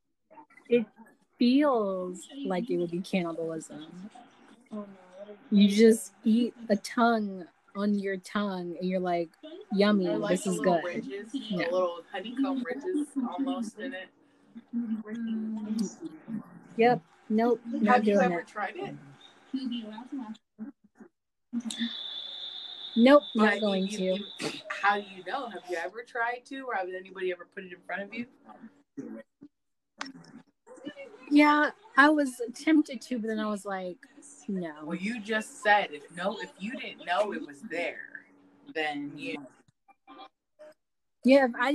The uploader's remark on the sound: disregard the audio Anchor has been acting up and not allowing me to edit